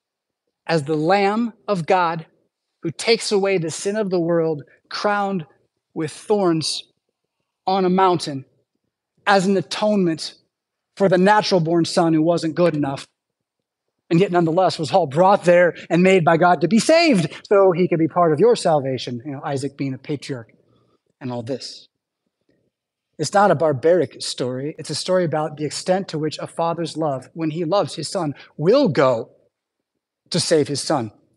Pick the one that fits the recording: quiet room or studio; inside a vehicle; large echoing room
large echoing room